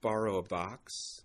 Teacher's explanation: I think I'm going to make my box more fronted.